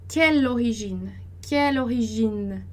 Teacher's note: o quelle, como o E tá antes de duas consoantes, a gente vai dizer é